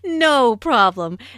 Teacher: Notice the stress on no. The receptionist laughs first, then puts emphasis on no by lengthening the word.